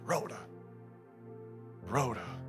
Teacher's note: Roll that R. Sounds a little dramatic.